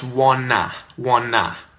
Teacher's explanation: the T at the end of words that end with an NT, the T disappears. So I'll say instead of want, I'll say want.